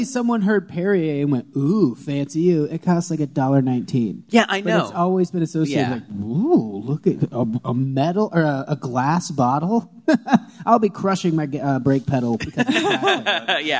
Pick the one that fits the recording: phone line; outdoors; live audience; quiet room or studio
live audience